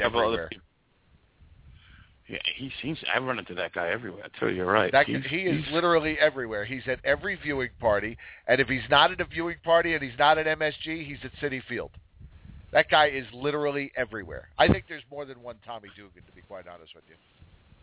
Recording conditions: phone line